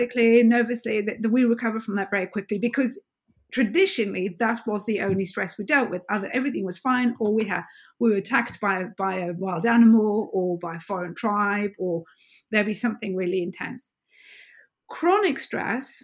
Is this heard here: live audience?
no